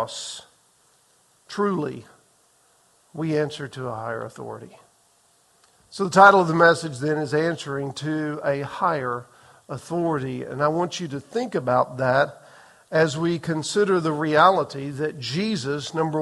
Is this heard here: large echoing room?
yes